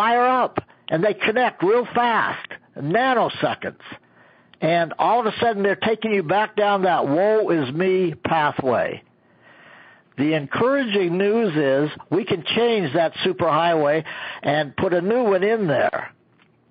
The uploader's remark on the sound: an archive of weekly conference calls